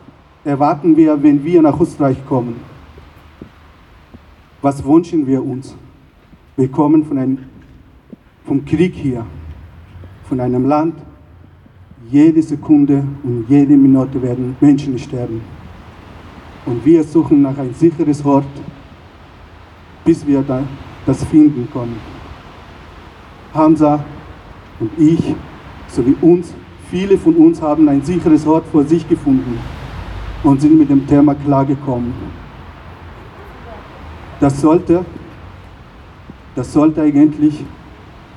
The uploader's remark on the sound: O-Ton Kundgebung „Bleiberecht für alle“. In Wien.